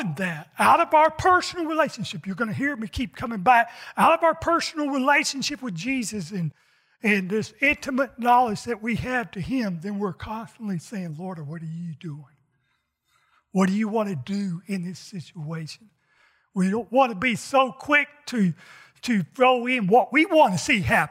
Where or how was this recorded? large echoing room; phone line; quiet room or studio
large echoing room